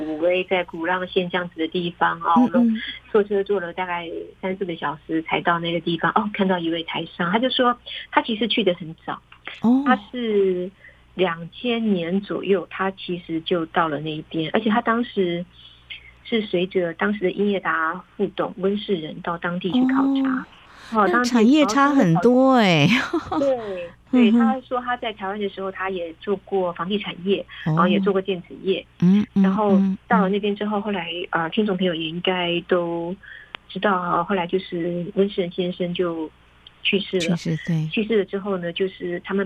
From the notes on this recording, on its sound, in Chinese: 連線訪問中央社駐北京記者。